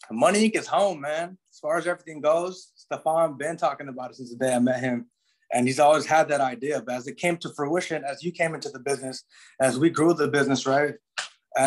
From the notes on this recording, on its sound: hang out on zoom